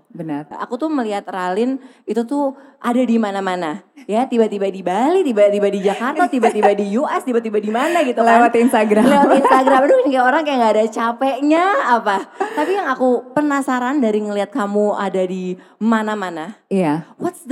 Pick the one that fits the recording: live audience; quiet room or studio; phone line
live audience